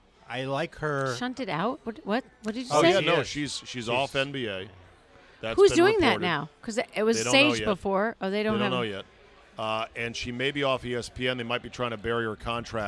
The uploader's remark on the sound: Recorded at DC Prime Steakhouse in Ashburn, VA.